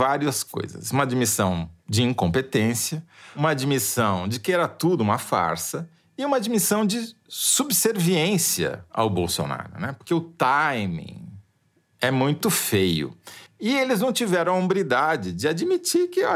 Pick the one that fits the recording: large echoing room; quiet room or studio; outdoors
quiet room or studio